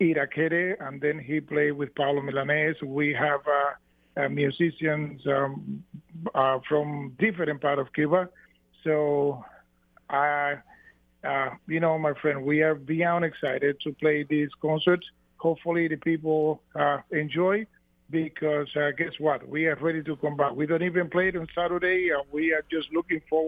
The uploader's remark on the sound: Phones into the Afternoon Cruise